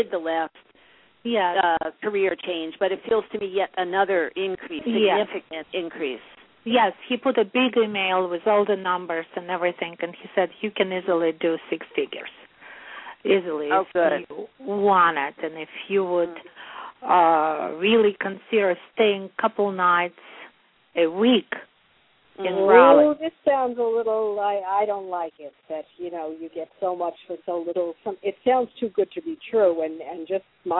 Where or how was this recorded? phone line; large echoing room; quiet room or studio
phone line